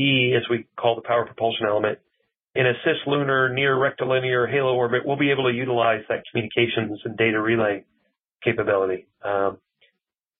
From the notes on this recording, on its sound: Today we’re featuring a Future In-Space Operation teleconference.